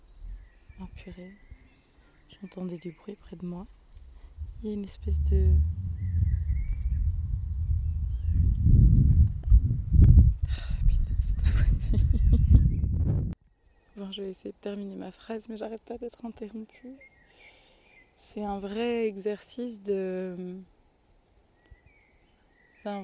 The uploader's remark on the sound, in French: Épisode dans la nature